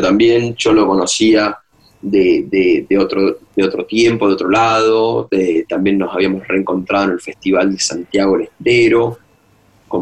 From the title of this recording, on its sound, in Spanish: Vía Zoom